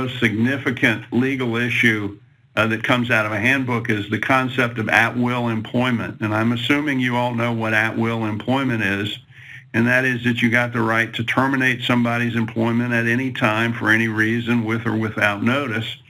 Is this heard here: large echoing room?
no